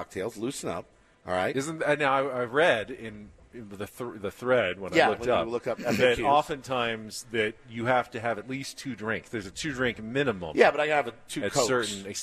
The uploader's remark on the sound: Day 2 from Padres Fantasy Camp in Peoria, Arizona